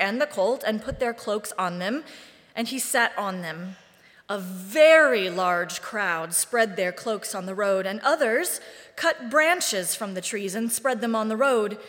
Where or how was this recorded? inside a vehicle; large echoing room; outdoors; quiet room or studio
large echoing room